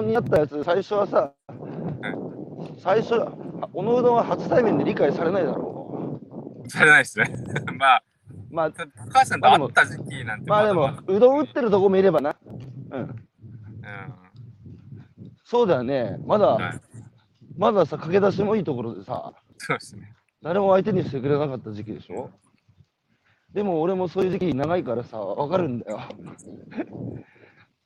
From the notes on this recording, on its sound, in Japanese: 歩きながら1時間、対談する。